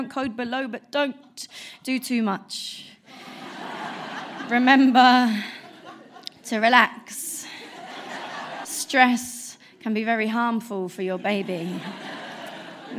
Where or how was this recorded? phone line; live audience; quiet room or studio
live audience